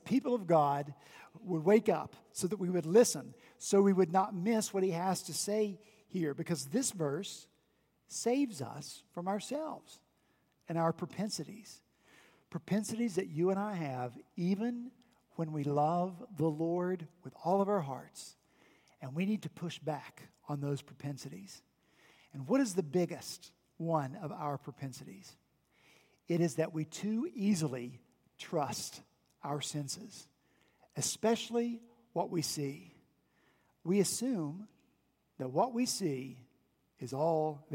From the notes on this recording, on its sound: back in the pulpit this past Sunday, October 6, 2019, at Redeemer Presbyterian Church in Charleston, SC